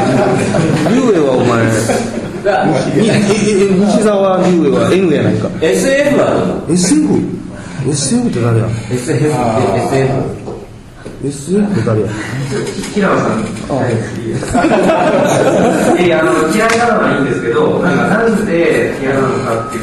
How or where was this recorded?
live audience